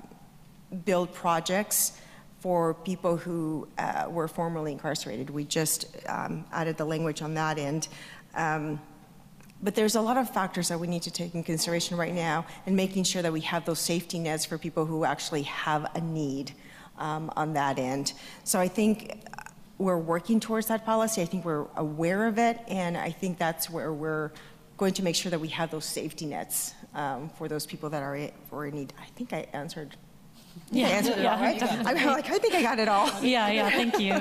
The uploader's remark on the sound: This Special Episode was recorded Thursday, March 9, 2023 at Capitol Weekly's Conference on Housing, which was held live in Sacramento at the California Endowment Conference Center.